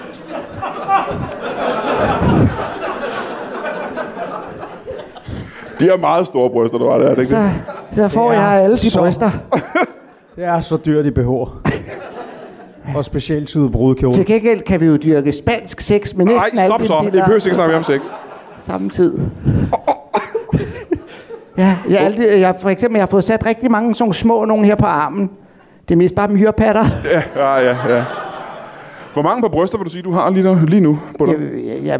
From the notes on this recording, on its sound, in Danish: LIVE fra Aalborg Comedy Club. Ugens afsnit er optaget i Aalborg foran det fineste levende publikum.